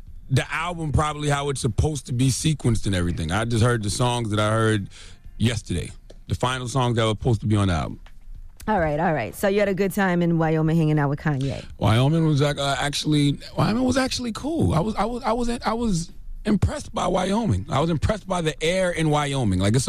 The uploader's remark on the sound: we opened up the phone lines